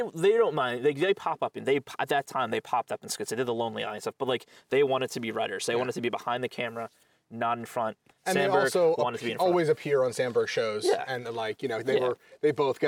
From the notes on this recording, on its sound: Record outside. It was such a gorgeous night that the two kept on talking in the great outdoors about life and everything.